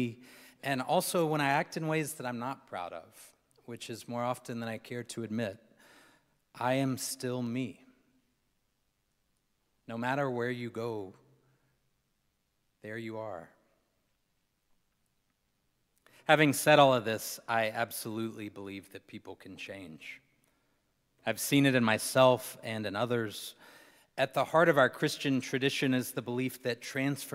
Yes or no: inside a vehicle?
no